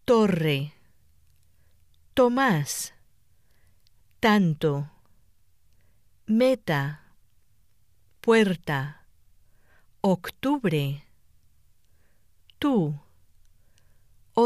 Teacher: The Spanish T is pronounced by pressing the tip of the tongue against the upper front teeth rather than against the ridge above the teeth as in English. The Spanish T is also pronounced without the puff of air that normally follows the English T.